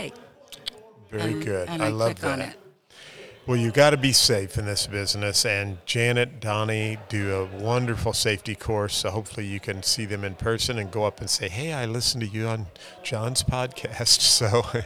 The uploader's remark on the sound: We are at the Missouri Realtors® Hybrid April Business Conference